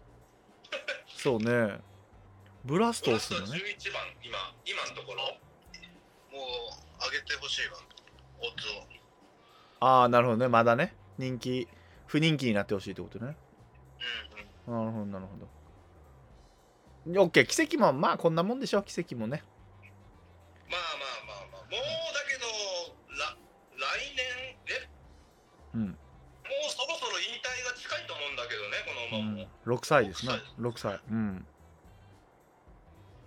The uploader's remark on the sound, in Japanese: 音声が悪いですごめんなさい